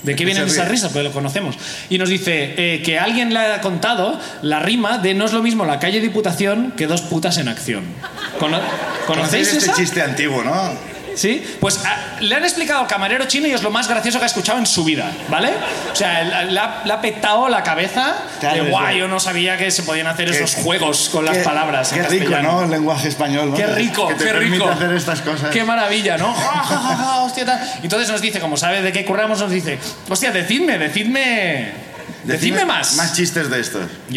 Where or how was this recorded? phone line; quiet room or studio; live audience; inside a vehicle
live audience